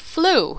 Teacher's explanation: you skip the T sound, or say it too weakly, then it can sound like the word flu